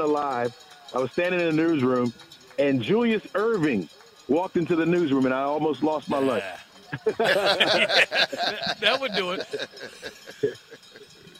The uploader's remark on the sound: Live from the PeachTree Road Race